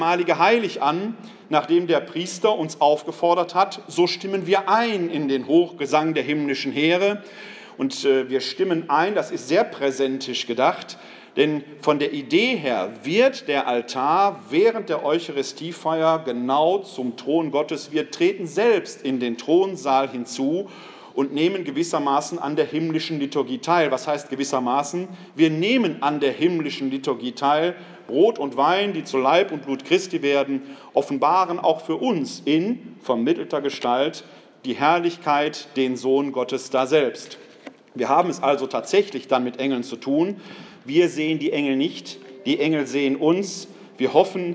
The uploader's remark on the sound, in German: Mitschnitt des Vortrags